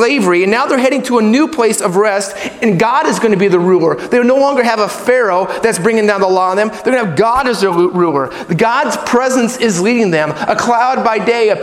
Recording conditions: large echoing room